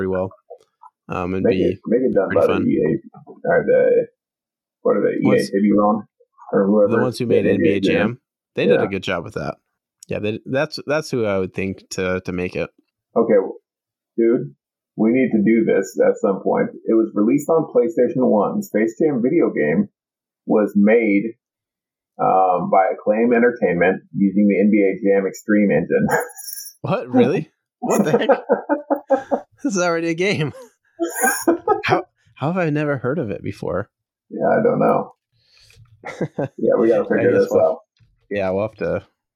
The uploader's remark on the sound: Sorry about the audio quality, did realize there was any errors until the end and tried to salvage what we could.